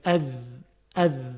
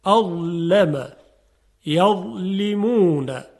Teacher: اگر زال بود ظریف ادا میشد، اذ، اذ، اما حرف ضا درشت ادا میشه.